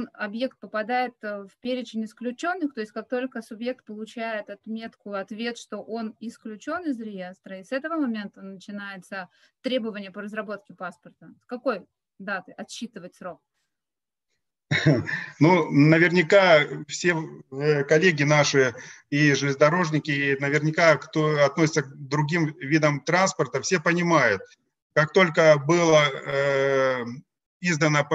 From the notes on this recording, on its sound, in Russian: Круглый стол в онлайн-формате